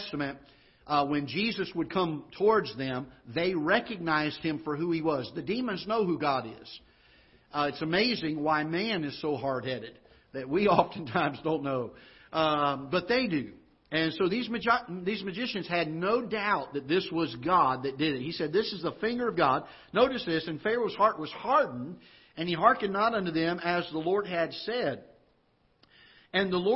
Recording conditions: large echoing room